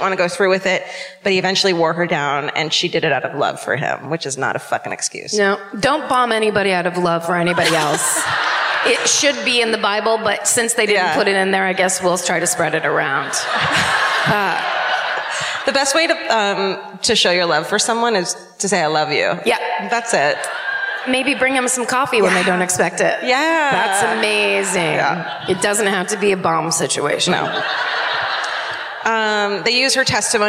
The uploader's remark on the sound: Live at the Old National Centre in Indianapolis.